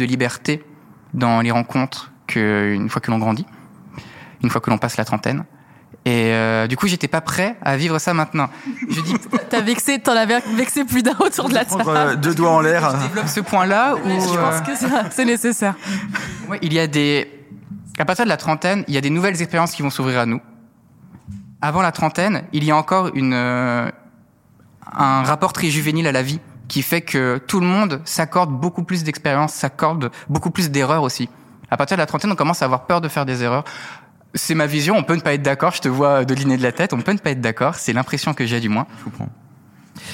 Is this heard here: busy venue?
yes